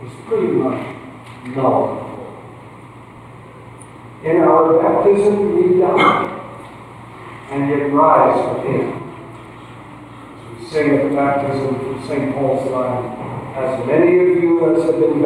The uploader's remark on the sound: Please excuse the poor audio quality.